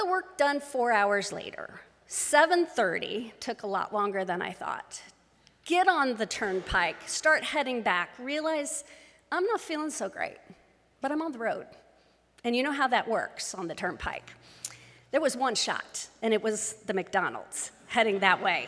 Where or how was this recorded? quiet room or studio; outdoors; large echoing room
large echoing room